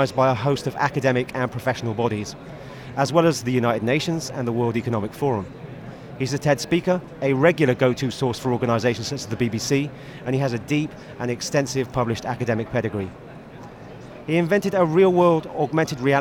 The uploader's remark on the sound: Recorded at the Wearable Technology Show 2015.